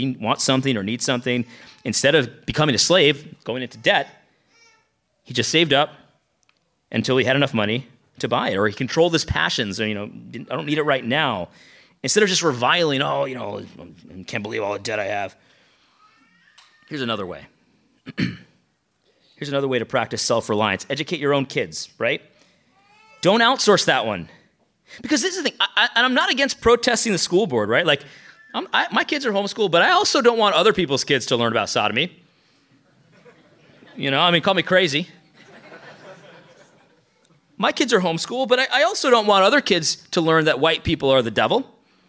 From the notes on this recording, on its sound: lecture from our recent conference